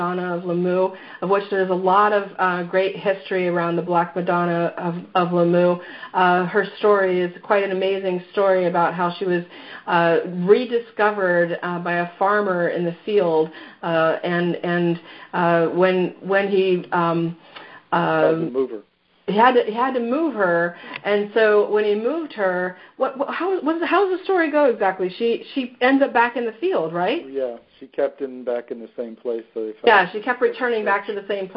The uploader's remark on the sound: Mystical France Pilgrimage Teleconference.